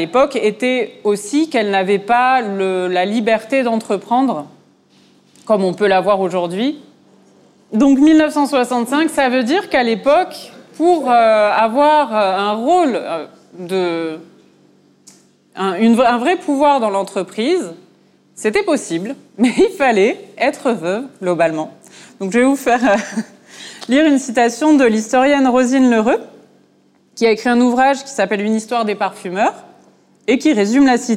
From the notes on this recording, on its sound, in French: À l’occasion des Journées européennes du patrimoine, le lieu de création artistique POUSH, situé dans les bâtiments de l’ancienne parfumerie L.T. Piver à Aubervilliers, a accueilli la table ronde. Initiée par le Conseil Départemental de la Seine-Saint-Denis.